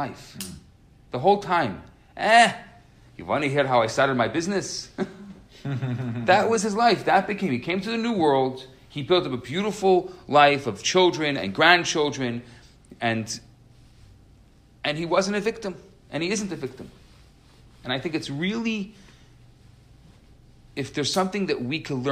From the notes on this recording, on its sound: Recorded Live at Rohr Chabad NDG.